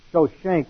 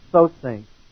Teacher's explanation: when the SH sound goes from Egyptian to Hebrew, it goes from a sh to a s. And when in Hebrew, when an S goes back to, and it makes the same thing, when you have an SH in Hebrew, when it goes to Egyptian, it goes from a sh to a s.